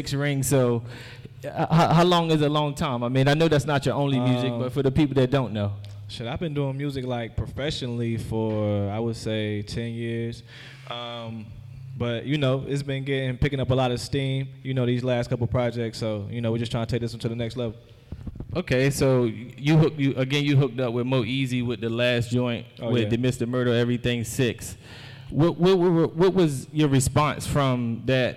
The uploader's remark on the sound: Live at BeSocial in front of an audience.